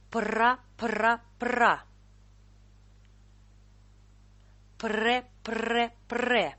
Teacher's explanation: Звук «п» – точная копия звука «б», только произносится глухо. Поэтому следите, чтобы вместе с «п» не оглушался звук «р»